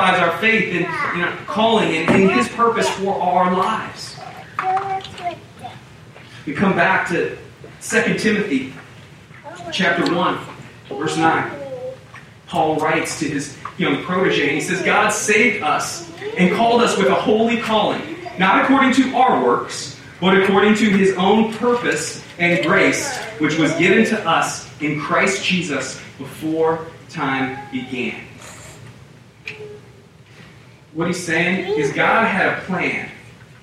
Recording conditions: poor sound quality